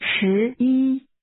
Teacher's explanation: Say again, 11, using rising and high-level tones.